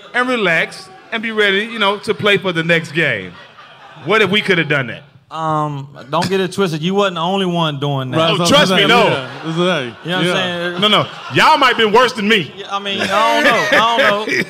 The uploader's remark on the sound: ALL THE SMOKE was LIVE in Sac Town